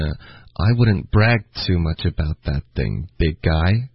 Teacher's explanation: Okay, brag 的这个歌的音好像发出来了，别发，要略读 bragto。然后这些重音呢，I wouldn't brag too much about that thing, big guy. Brag 是主要的重音，后面 big guy 可以稍微往上飘一点